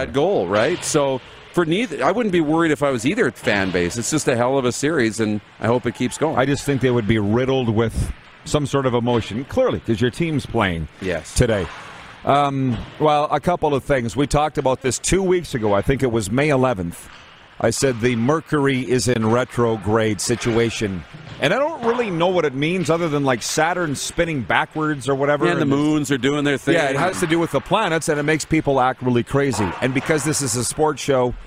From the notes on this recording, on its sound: We are LIVE from the city of Estevan, Saskatchewan for the 2022 CJHL Centennial Cup Junior Hockey Championship. Including some LEGENDS joining us on video chat!